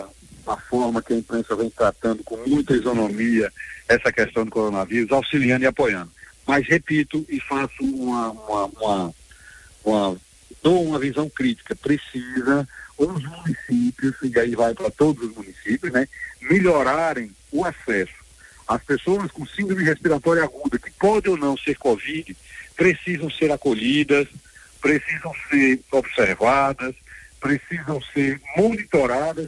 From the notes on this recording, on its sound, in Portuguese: Concedeu entrevista por telefone à Rádio Liberdade FM, no programa Espaço Livre.